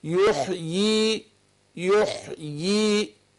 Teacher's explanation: احنا عندنا في ياءين، احنا يعني هي مرسومة ياء يحيي. كلمة يحيي هنا مرسومة بياء واحدة لكن هي بتنطق ياءين · ولو وقفت اثبت الياء الثانية لفظا